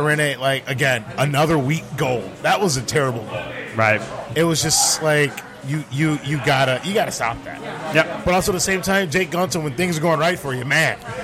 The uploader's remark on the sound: In The Box 06-03-2017 Live from Old Shillelagh.